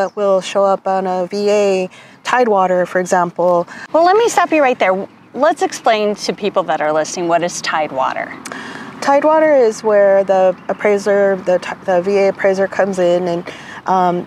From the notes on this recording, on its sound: This podcast we went outdoors for a special field trip episode. Bathed in the warmth of a 71-degree February day.